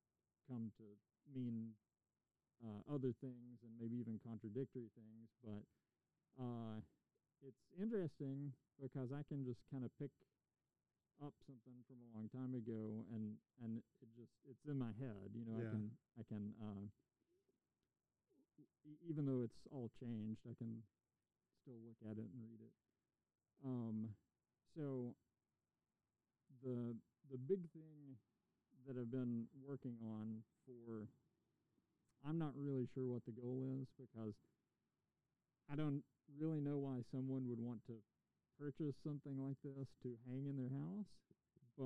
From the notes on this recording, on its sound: We had a fun chat in his driveway in front of his studio, the weather was nice, some bird noises snuck in on me which is cool